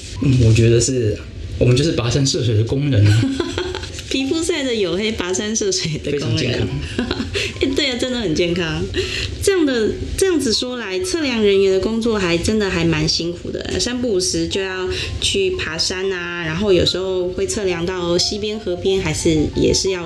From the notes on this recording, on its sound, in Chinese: 本集錄製時遇到午後雷陣雨。背景不時有打雷聲。